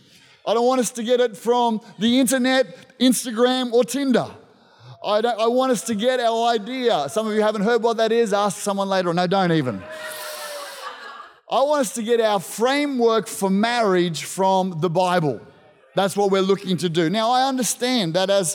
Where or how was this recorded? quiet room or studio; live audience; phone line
live audience